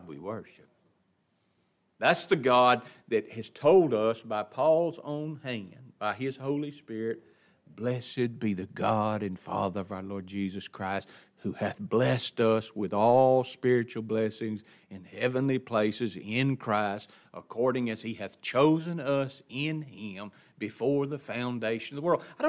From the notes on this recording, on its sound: It was taught in the adult Bible class at Grace Baptist of Ruston Louisiana.